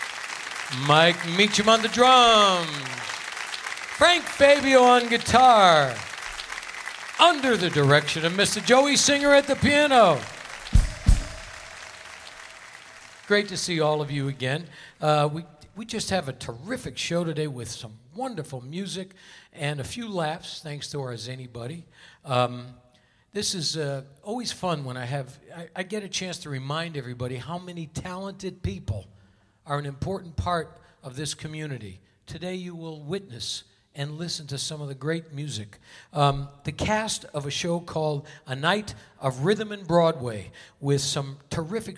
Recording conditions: busy venue